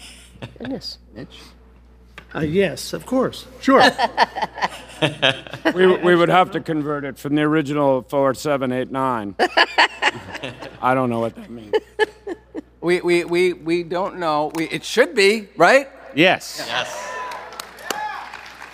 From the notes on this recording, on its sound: Freakazoid Panel from WonderCon 2023! Panel audio from WonderCon 2023.